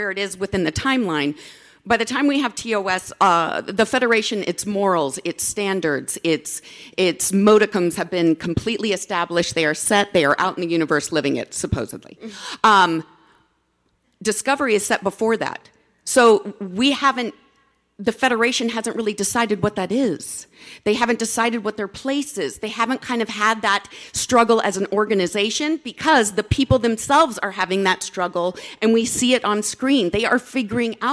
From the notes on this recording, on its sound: Warrior Women of Star Trek (STLV 2019). STLV Panel.